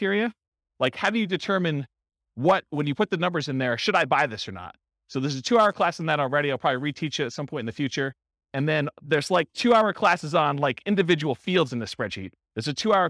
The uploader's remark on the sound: This was a live class recorded for buy and hold real estate investors. The live in-person version.